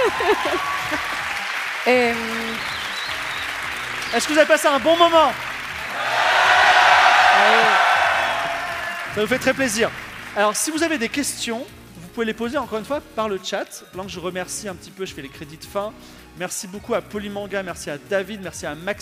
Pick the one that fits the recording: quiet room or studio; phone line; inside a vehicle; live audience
live audience